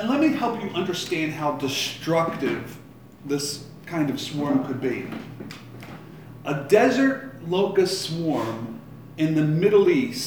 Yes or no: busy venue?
yes